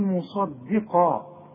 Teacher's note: الصاد مفخمة والقاف مفخمة، الدال مرققة